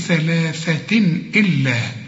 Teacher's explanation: ثلاثة تنوين وبعده همزة، الهمزة من حروف الإظهار ما تغنش